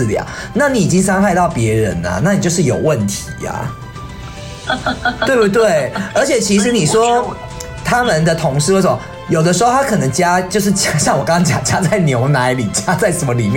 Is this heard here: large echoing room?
no